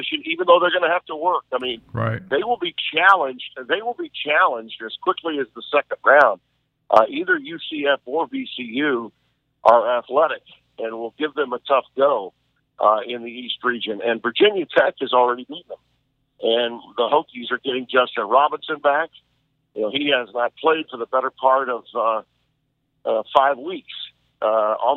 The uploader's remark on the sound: via phone